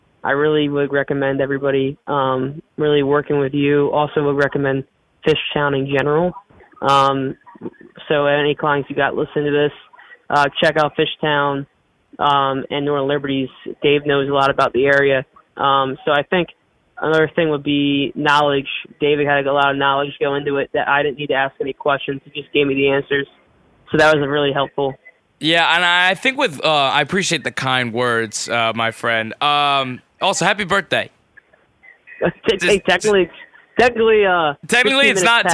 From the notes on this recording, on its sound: hopped on the phone with me.